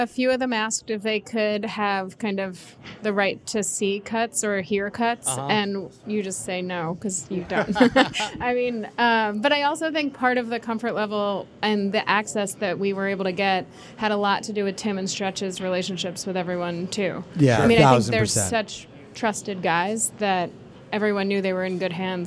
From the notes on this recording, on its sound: Got together at the Texas Taco Bar in Chicago to have a live panel discussion and Q&A.